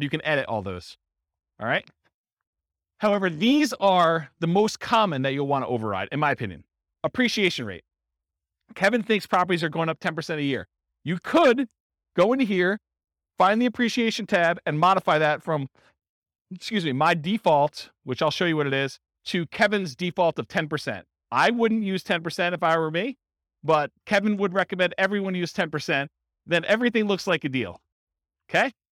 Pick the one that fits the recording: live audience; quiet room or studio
live audience